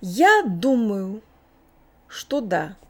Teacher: I'm also not very clearly enunciating the end of думаю